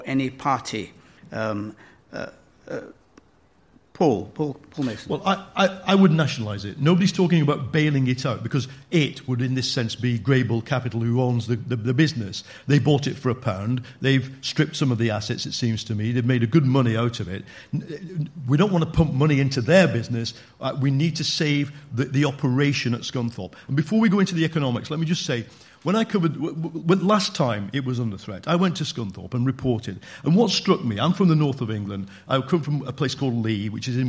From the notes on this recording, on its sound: political debate from the Student Union at Aston University